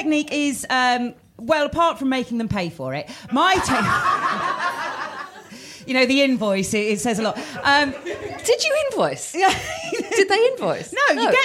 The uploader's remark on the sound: live at The Phoenix Arts Club in London